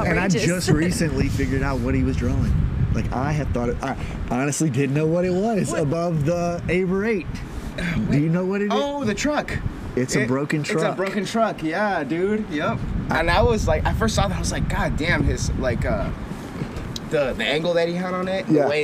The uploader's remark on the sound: Sorry for the wind but that view though.